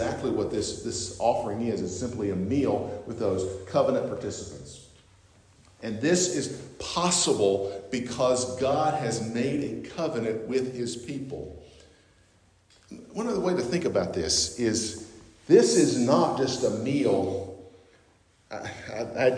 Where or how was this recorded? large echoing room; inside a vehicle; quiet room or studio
large echoing room